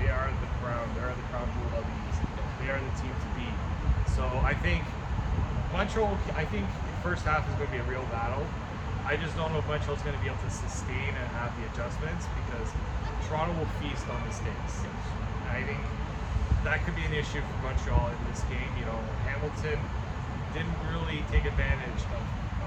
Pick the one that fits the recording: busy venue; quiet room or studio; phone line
busy venue